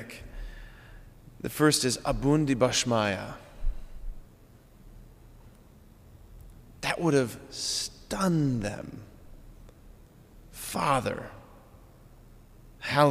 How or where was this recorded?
large echoing room